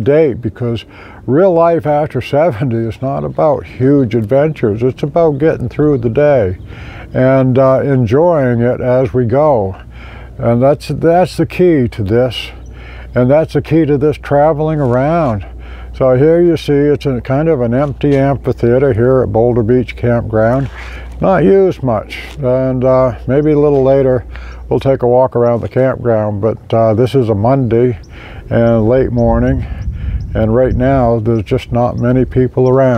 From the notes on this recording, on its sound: Arrived in Nevada – Recorded live at Lake Mead. Currently camping at BoulderBeach Campground on the shore of Lake Mead. This is just a short distance from the Hoover Dam.